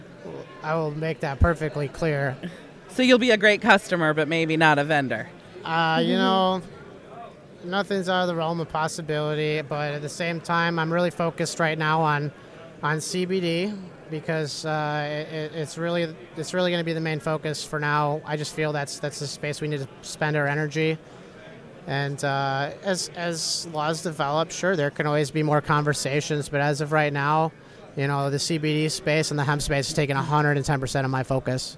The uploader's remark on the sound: Live from the show floor of Concentration 2019 in Pala California.